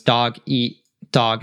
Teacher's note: we kind of swallow that T there. It's a glottal T.